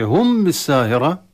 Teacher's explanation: فلهذا عندما التقى المخرج واحد في الحرفين أخفي الميم عند الباء، أخفي الميم عند الباء، لأن الميم والباء هو بانضمام الشفتين، الباء من الداخل والميم من الخارج، يقول بري وبحري، بحري باء وبري ميم، فنخفي الميم عند الباء أي في تلامس في الشفتين في الميم عندما ننطق الميم عند الباء مع فتح الخيشوم بالغنة، تلامس وليس ضغط.